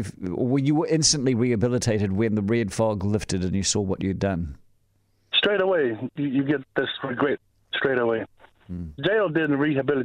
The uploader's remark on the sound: called in to talk about his experiences